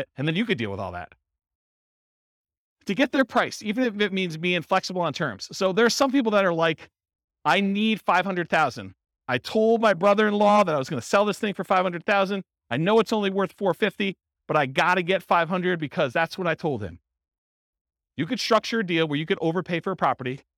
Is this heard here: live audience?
yes